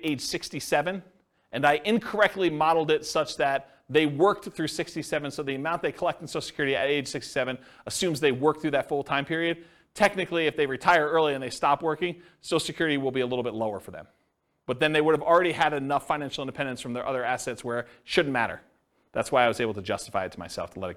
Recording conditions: live audience